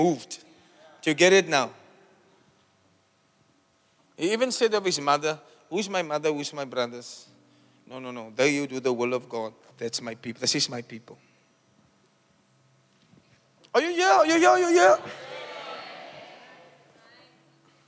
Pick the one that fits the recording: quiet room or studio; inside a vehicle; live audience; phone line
live audience